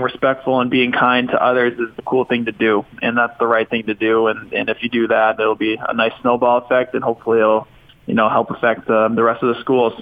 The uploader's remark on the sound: called in to the show